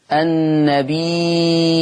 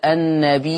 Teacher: فنجد أن الياء الأولى النبي، هذا مد متصل يمد مدا مشبعا لورش